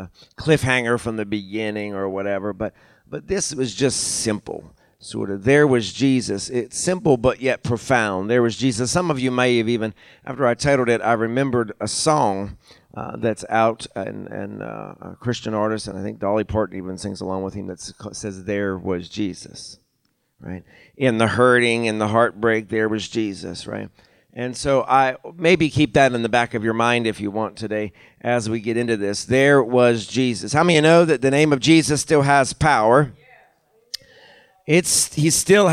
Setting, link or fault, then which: setting, large echoing room